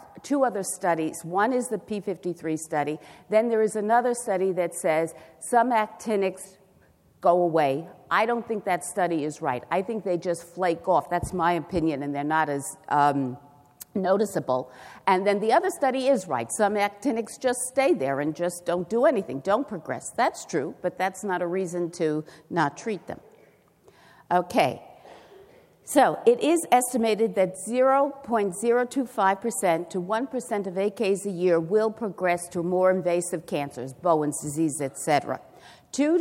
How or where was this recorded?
live audience